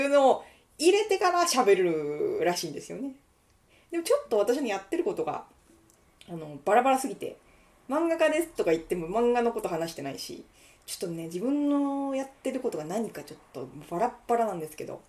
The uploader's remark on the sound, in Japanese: ギターの練習しながらお昼収録してみた。